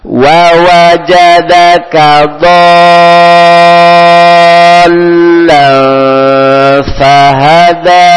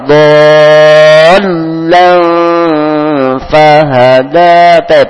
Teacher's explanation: Sini dhall, ada lamnya ditasdid, ditekan. · Term: lam bertasdid